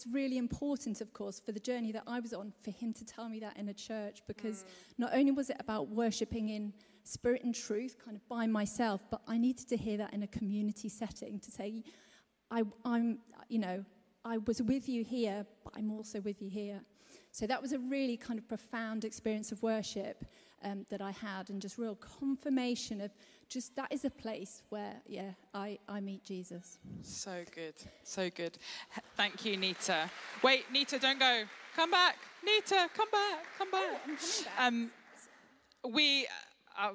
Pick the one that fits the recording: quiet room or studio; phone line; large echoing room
large echoing room